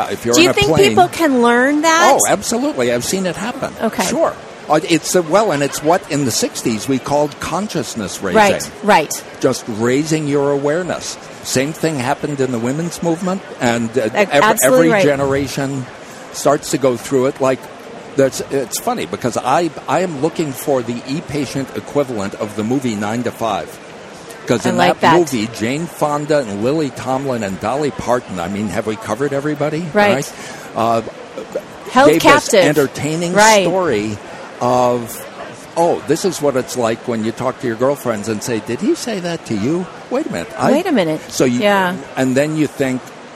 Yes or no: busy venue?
yes